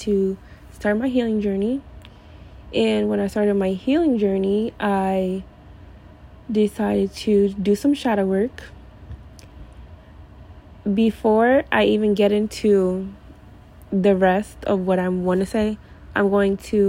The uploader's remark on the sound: I’m sorry for the background noise.